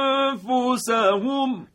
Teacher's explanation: میبینیم که اخفای ما این دفعه دیگه حالت ترقیق گرفت. چرا؟ برای اینکه حرف فا ترقیق میشه، در دو کلمه، من فضلن، و با تنوین، خالدا فینا، احسن.